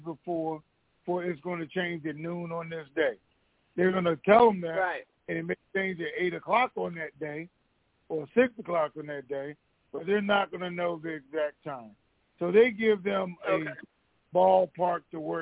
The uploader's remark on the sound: Conference Call